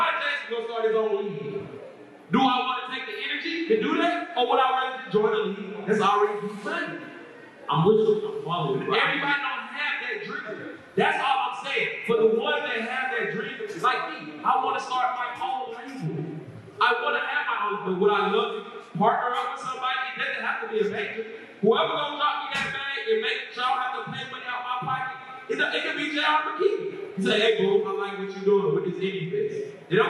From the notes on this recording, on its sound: at Indie Fest 2022